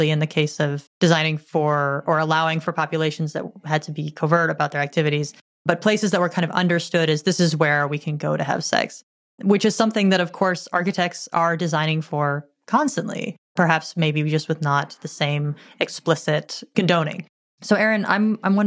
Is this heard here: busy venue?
no